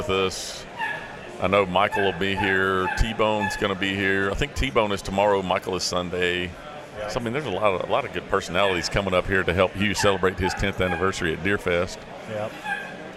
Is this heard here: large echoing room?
no